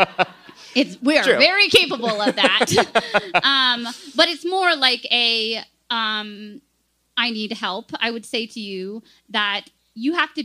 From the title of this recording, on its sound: Live in Brooklyn